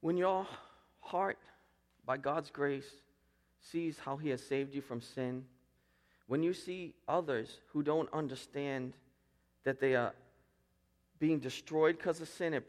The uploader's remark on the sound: Preached at Restoration Road Church on June 4, 2017.